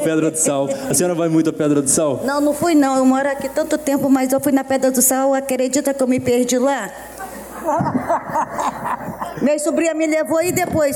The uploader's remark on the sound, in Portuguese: Esse programa foi gravado ao vivo. Durante a programação infantil da Festa Literária das periferias - Flup 2023. Conversaram com moradores do Morro da Providência.